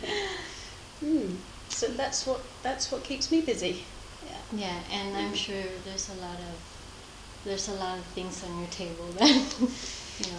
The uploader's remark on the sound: The quality of the audio will need more of the listener's patience since you will be able to hear the static sound from our mic. I left my other camera and the splitter cable at home.